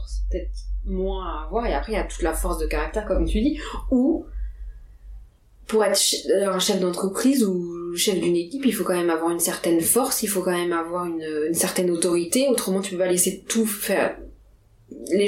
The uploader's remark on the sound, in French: La découverte du matériel audio et l’isolation des appartements parisiens font que la qualité du son pour cet enregistrement laisse à désirer